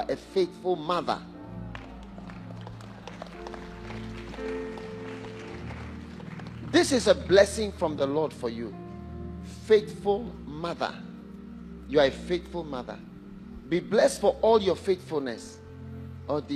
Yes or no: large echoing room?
yes